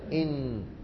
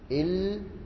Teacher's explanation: النون تحت مخرج اللام · Term: مخرج النون